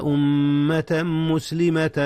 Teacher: أدغم تنوين أمة في ميم مسلمة، حيث كان هكذا إدغاما بغنة